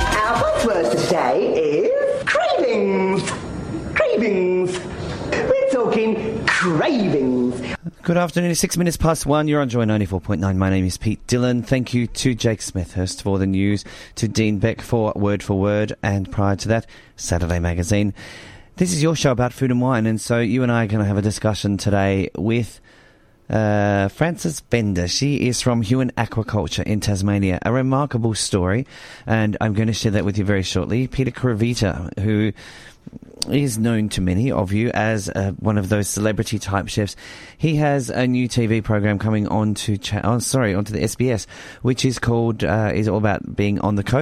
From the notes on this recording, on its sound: On the phone.